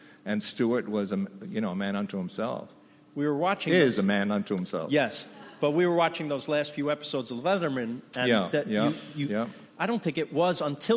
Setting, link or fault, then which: setting, busy venue